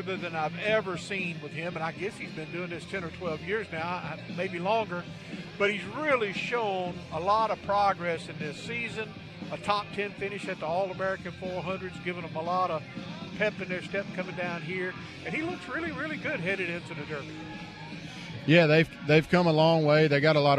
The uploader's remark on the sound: LIVE from Pensacola 5 Flags Speedway 56th Annual Snowball Derby Green Flag Party